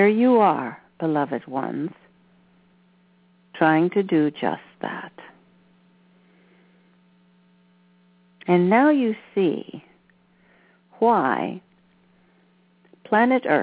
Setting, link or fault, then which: link, phone line